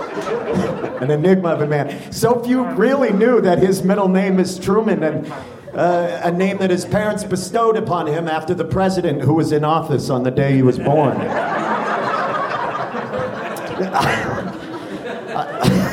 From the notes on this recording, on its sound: Live at the Bug Theatre. The first-ever Grawlix live funeral.